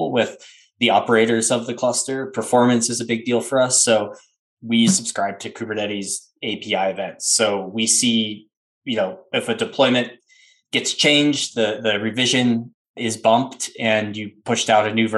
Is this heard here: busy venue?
no